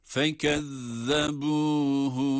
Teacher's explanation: Burada zel harfi var ki peltek okuyoruz.